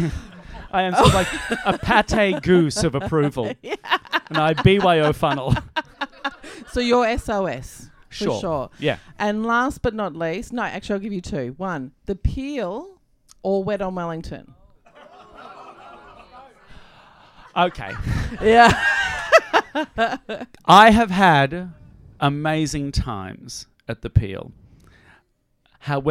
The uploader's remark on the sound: SPECIAL LIVE RECORDING. A recording of the sold-out Live Show. It was recorded in front of a live audience.